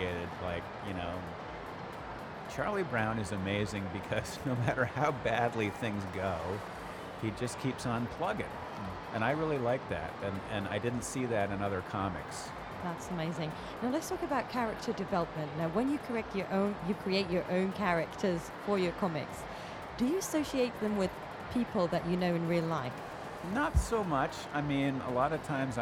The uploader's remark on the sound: Live interview from SIBF 2022